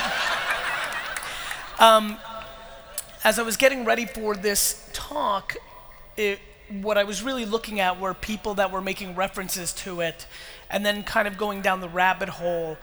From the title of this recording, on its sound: Melbourne 2018 Keynote